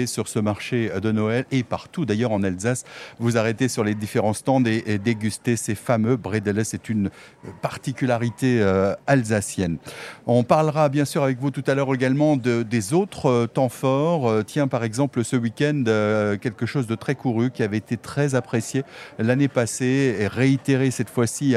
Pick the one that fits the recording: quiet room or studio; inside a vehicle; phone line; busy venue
busy venue